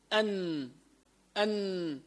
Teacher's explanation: طرف اللسان تحت اللام قليلا وهو مخرج النون